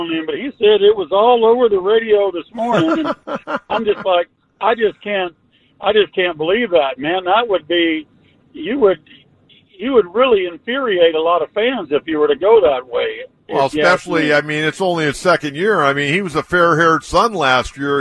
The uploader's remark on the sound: takes phone calls